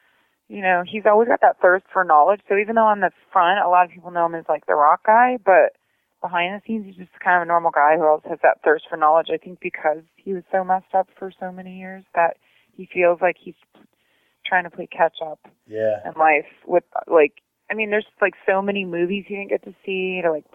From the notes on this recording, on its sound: phones into the Str8hustlin.